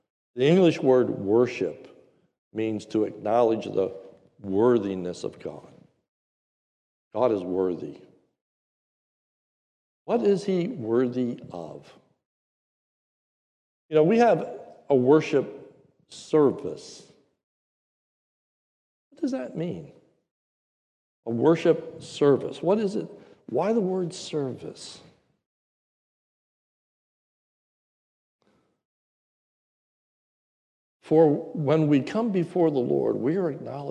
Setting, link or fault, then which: setting, large echoing room